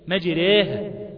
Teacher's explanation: التقليل ده شبه الإمالة كده بس هو قريب قوي للألف منها إلى الياء. أما بالنسبة للإمالة قريبة جدا للياء. مجراها.